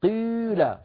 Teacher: نلاحظ أيضا على اللوحة الإشمام في قيل وبابه، هو خلط الكسرة في أول هذا الفعل وما ماثله بالضمة، وجزء الكسرة مقدم. هذا المذهب الأول أيها الإخوة، هذا الرأي الأول، جزء الكسرة مقدم، ويستتبع ذلك خلط الياء بعدها بالواو شيوعا لا إفرازا.